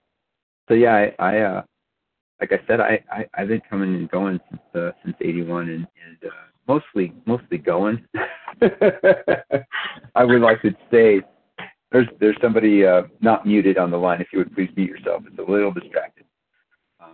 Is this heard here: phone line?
yes